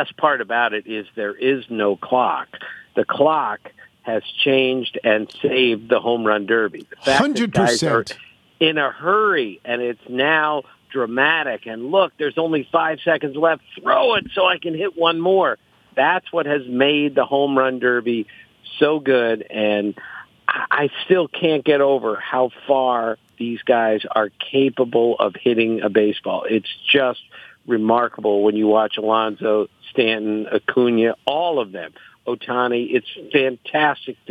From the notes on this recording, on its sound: phones in from St Andrews